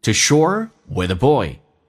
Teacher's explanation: to 不被强调可以直接弱化成一个 t 这个发音